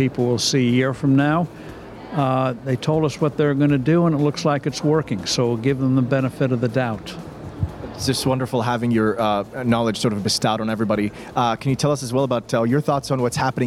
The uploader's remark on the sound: Live from IGCF 2022